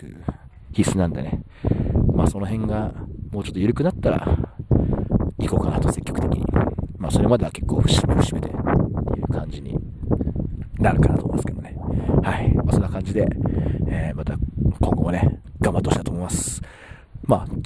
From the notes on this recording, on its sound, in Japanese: 今回は収録時風がめちゃくちゃ入り込んでしまい聞きづらいです。